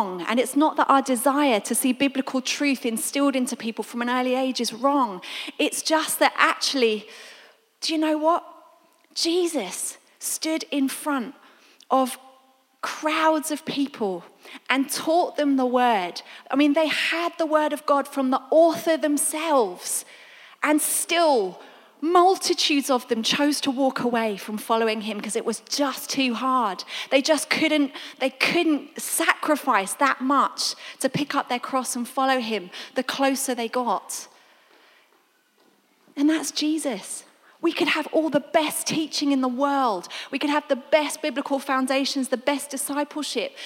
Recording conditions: large echoing room